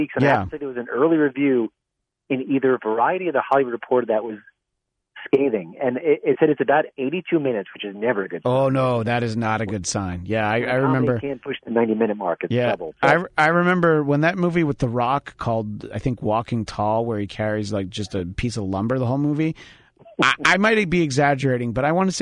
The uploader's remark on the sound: joined via telephone